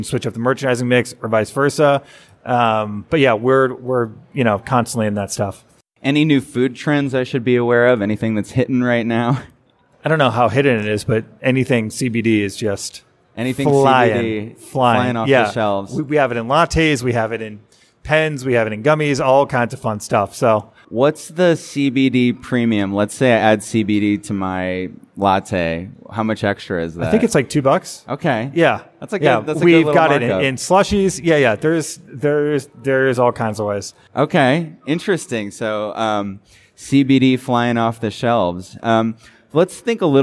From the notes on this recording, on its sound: This episode was recorded live in front of a studio audience at Las Vegas Convention Center during ICSC RECon 2019.